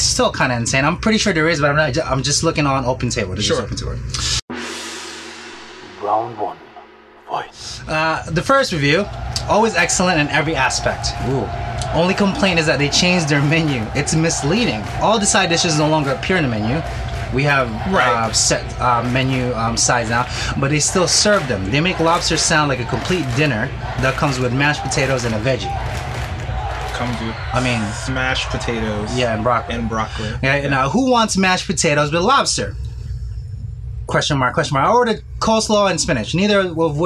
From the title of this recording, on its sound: Live in the restaurant